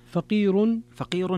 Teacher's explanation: فيها ترقيق الراء لورش